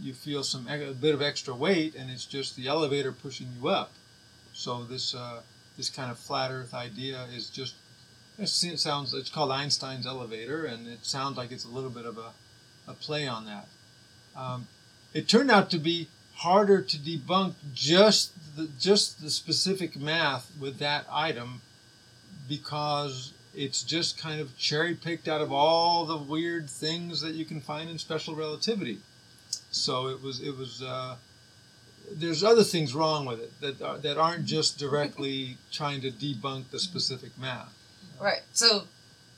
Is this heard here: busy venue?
no